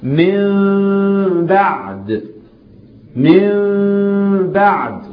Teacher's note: فتقلب ميما بغنة مع الإخفاء، ميم مخفاة بغنة